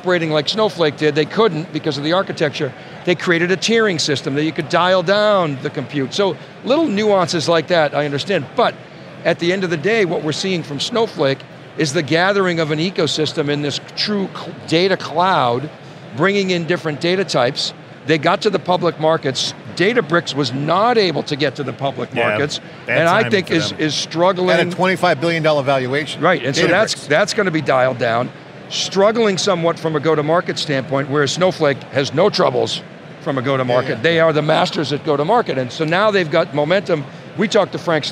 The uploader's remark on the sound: Live from our coverage of AWS Summit New York 2022.